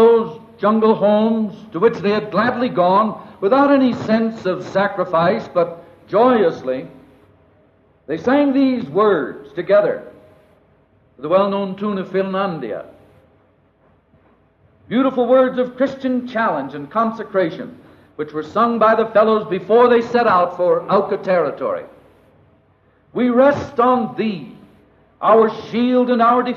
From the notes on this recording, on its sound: This recording is of the memorial service. It was originally aired on "The Back Home Hour" program of the missionary radio station HCJB (Hoy Cristo Jesús Bendice) in Quito, Ecuador.